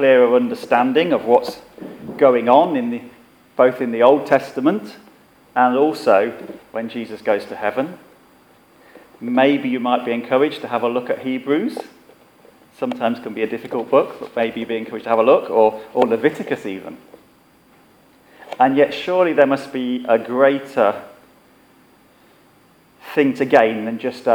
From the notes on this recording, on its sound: Our sermon from the 9am service on Sunday 28 th May 2017